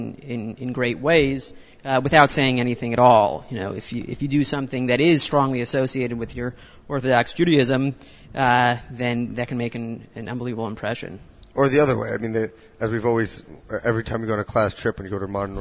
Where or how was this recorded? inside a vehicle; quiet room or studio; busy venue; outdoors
busy venue